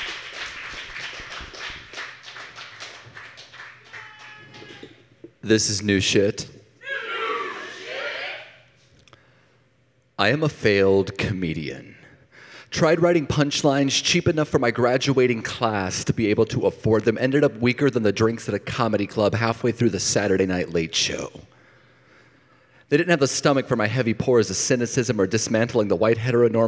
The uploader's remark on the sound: This show was recorded live on April 4, 2022 at Yellow Cab Tavern, 700 E.